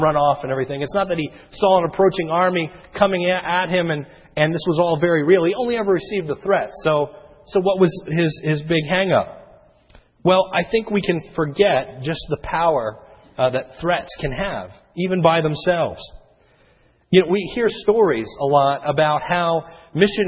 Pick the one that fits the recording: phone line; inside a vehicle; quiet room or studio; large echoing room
large echoing room